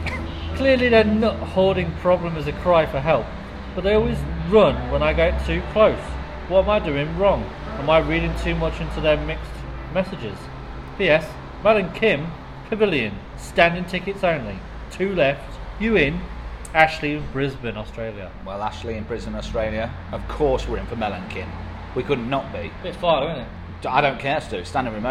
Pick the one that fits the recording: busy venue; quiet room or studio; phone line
busy venue